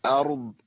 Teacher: بيان الراء الساكنه والضاد الساكنه ايضا للوقف، مع بيان الفرق بينهم في التفخيم